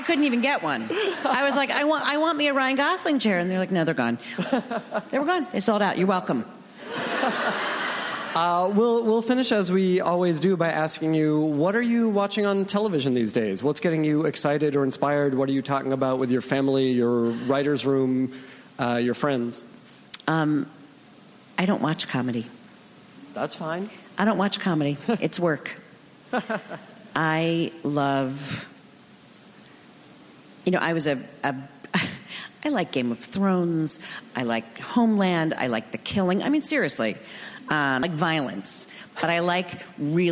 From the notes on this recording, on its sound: Recorded June 5, 2015 at ATX Television Festival.